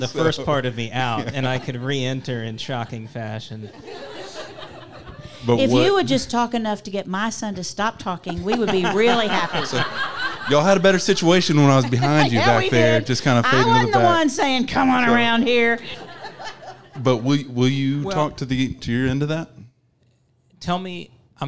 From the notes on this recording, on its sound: Some great Q&A with the live audience at Coco + Hazel.